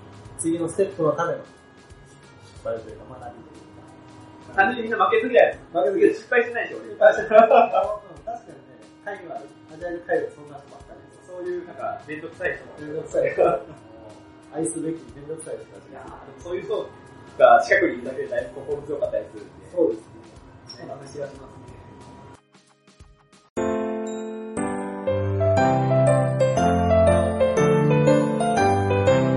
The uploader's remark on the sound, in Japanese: 今回も音質が悪めです。